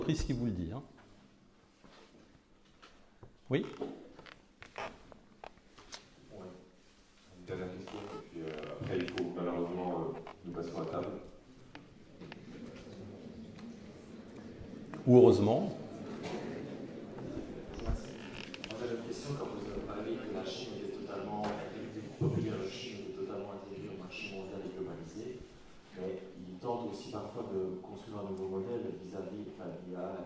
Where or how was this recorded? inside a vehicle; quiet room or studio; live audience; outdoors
live audience